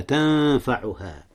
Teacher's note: أخفي النون قبل الفاء · Term: إخفاء